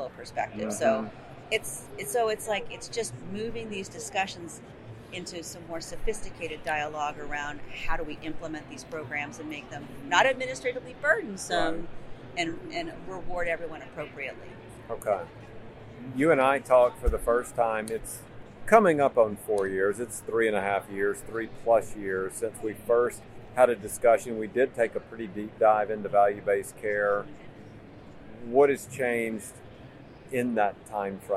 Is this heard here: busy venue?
yes